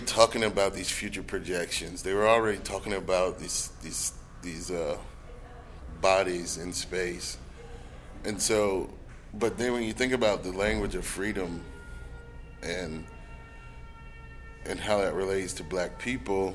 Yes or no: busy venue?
yes